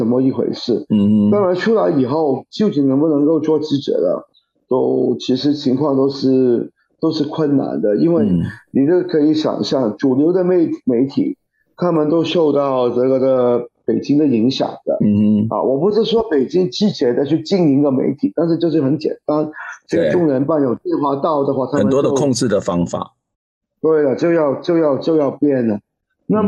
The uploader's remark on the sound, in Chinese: 本集節目以線上訪談進行，音質會較不穩定，盡請見諒！